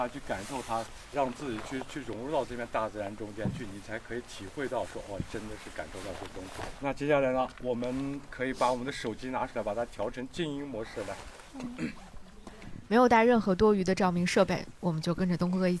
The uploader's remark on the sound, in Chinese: 在沙漠里帮忙录音